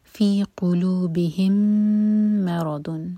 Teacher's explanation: میم اور میم کا ادغام، میم کو ہولڈ کریں گے دو سیکنڈز